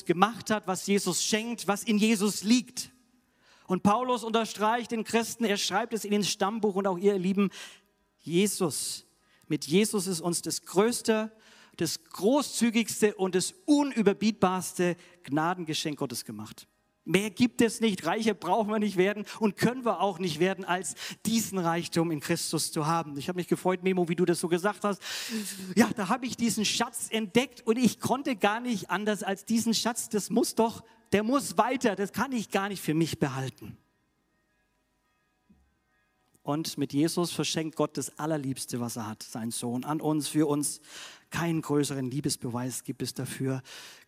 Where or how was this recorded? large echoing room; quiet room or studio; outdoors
large echoing room